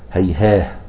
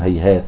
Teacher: من القراء من يقف عليها بالهاء ومنهم من يقف عليها بالتاء اتباعا للرسم